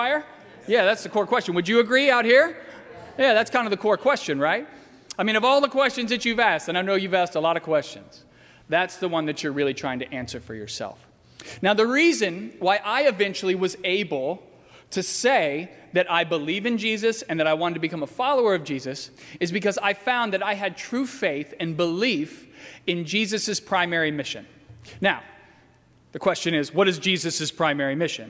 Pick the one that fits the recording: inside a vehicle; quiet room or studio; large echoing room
large echoing room